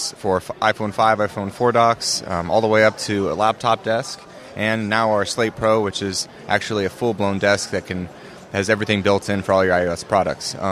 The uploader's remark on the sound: A special episode of the Maccast with interviews from the expo floor at Macworld/iWorld 2014.